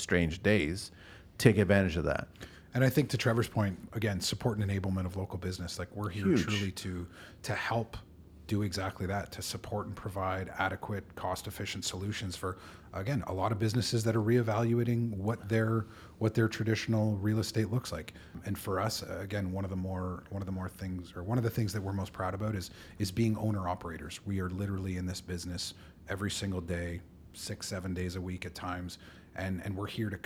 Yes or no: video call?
no